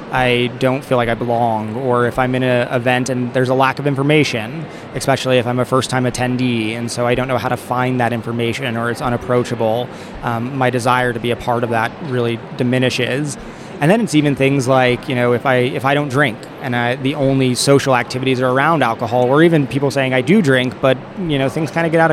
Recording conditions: busy venue